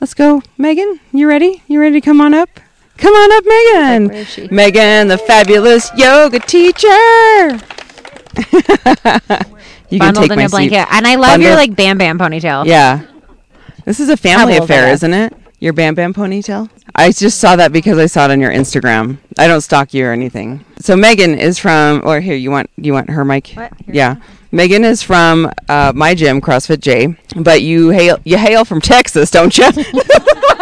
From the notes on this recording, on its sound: Ep.272: Live At Camp Timeout. Live from our most beautiful podcast location yet – under the stars at Camp Timeout!